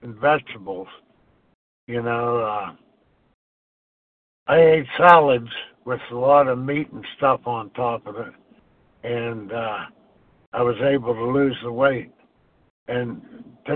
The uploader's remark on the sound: from the 100 Pounders Phone Meeting